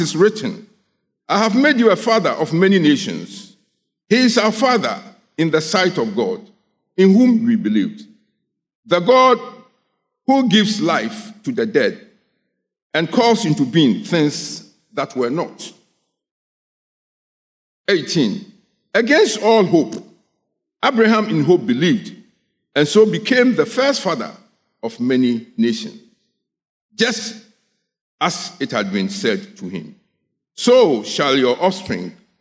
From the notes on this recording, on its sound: Sermon preached at CBC Shiashie Campus.